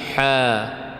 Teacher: فعندما ننطق الحاء نقول حاء بمقدار المد الطبيعي